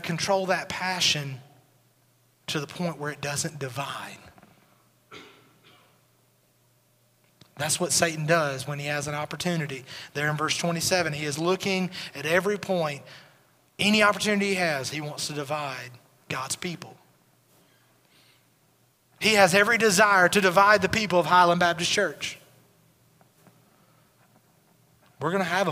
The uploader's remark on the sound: Recorded at Highland Baptist Church